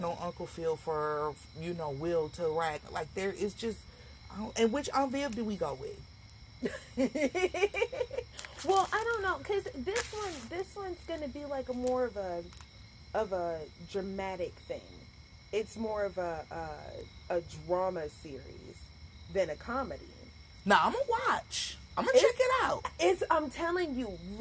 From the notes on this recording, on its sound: My good friend and I have some great conversations sitting on the front porch and this time, I remembered to hit record! There was no script to follow, just an honest conversation.